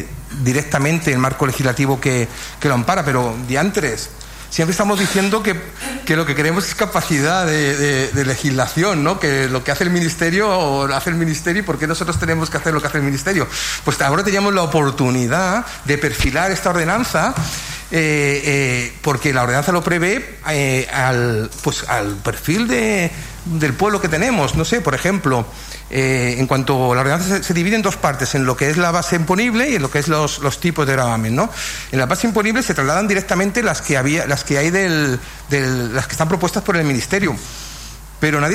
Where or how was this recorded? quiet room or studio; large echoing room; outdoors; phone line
large echoing room